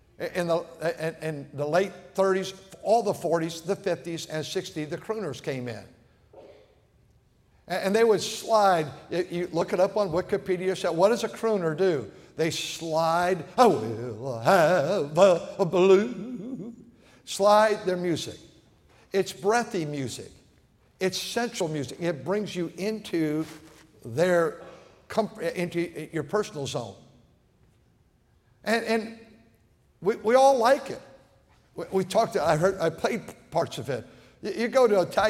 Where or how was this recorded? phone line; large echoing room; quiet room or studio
large echoing room